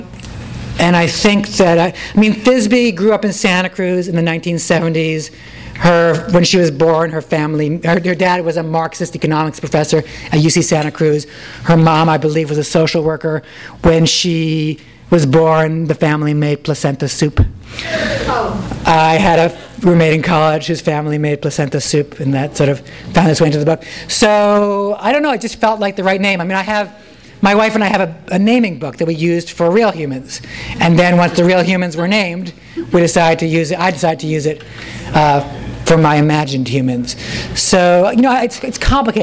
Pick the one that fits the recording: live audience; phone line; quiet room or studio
live audience